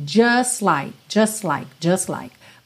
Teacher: Normalmente o T do just costuma não aparecer mesmo, então é muito comum a gente ter just like, just like, just like.